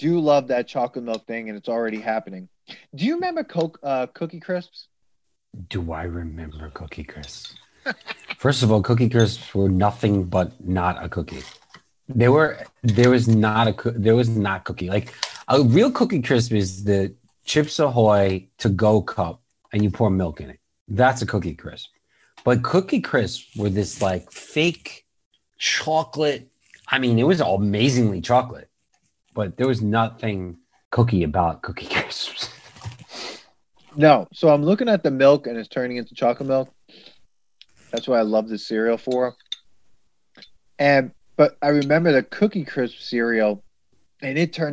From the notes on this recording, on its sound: We recorded this on December 9th, 2020, on Zoom so there are some small sound discrepancies